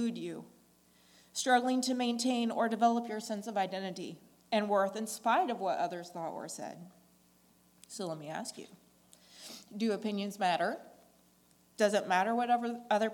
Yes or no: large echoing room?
yes